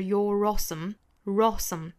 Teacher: 如果说 awesome 这个词不重读的话，并且读得比较快的时候，是可以在这两个词之间做连读的。那需要加一个小小的 r 来连贯这两个元音哈。那英音的话呢，就是 you'reawesome，美式发法就是 you'reawesome，you'reawesome。那我们听到视频里面这个小老鼠呢，是在每一个词中间都做了停顿了。If you'reawesome，好，我们也可以做停顿的哈。好，这句话英音我们再来读一下。Sometimes the impossible can become possible if